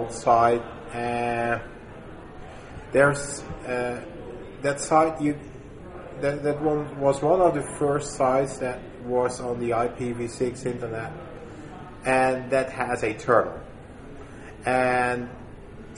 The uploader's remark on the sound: at LISA 2010, the Large Installation Systems Administration conference in San Jose, CA